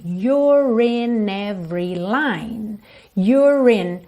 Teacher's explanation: Esse E final não é pronunciado, você já vai ligar o R no in.